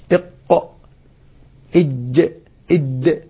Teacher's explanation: حروف قطب جد يظهرها القلقلة مع الشدة، إذن يجب أن يكون مع الشدة قلقلة